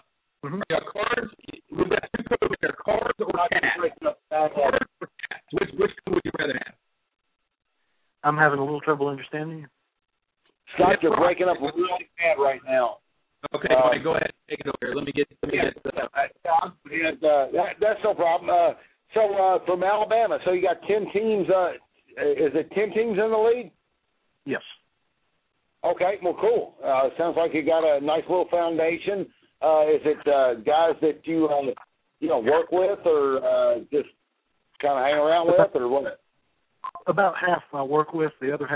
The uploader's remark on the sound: Call-in Show. Tonight we're inviting listeners to call up the show.